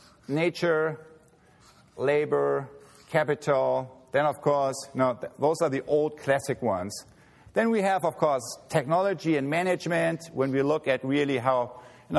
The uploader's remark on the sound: He delivered this speech at the 33rd Annual E. Schumacher Lectures.